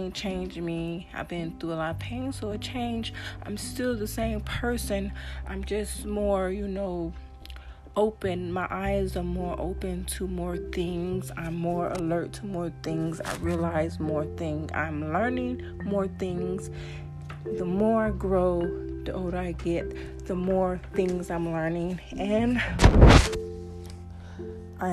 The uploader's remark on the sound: Sorry once again for the noise.